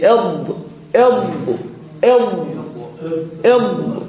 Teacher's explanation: أما الضاد في النطق الحالي، النطق المعاصر في زماننا، فإن الغالب عليهم نطقها شديدة من مخرج الطاء والدال والتاء، هج إض إض إض إض مثل المصرية، وتسمى أيضا بالضاد المصرية أو الضاد الضائية كما يسميها ابن غانم المقدسي، نسبة إلى صوت الطاء لمشاركتها لها.